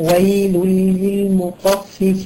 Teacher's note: لما يقول لك مثلا: ويل لكل همزة لمزة، ويل، شكوي ويل، ما بقولش ويل، ما بغنش خالص، بدخل من اللام على اللام التانية على طول، وبجيبش التنوين وبجيبش أي غنة